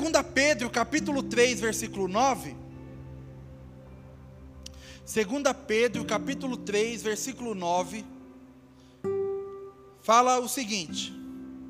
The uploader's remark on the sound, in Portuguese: Áudio do Culto de Domingo do dia 09/10/2022